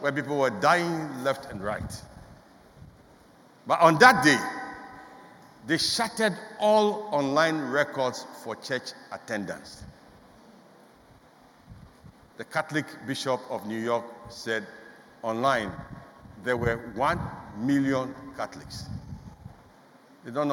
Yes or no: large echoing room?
yes